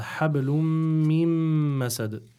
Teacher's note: you'll go straight away from the ميم المشددة to the following ميم المشددة without pronouncing the نون in between, because again there's another إضغام بغنه.